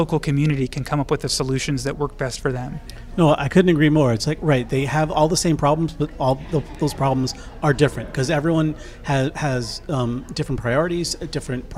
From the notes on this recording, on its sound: at the first-ever Upstate Rural Conference in Upstate New York